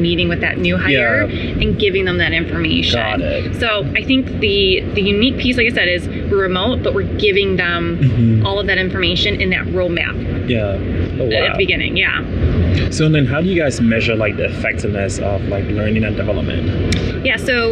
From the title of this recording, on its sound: LIVE AT NAA